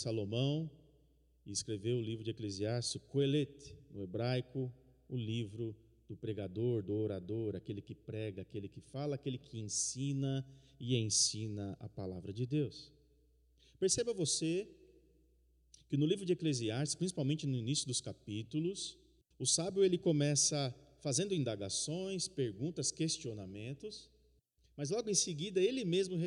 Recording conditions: large echoing room